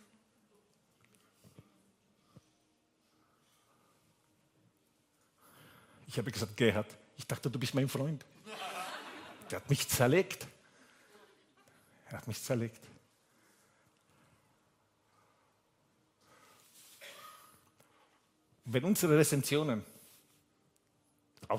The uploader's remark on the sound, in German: Gottesdienst live aus der LIFE Church Wien